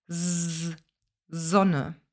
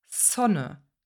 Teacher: In Österreich zum Beispiel aber mit einem stimmlosen S · Shown in: second take